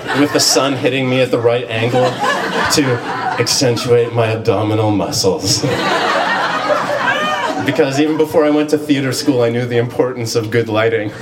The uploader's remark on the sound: live shows at RISK-show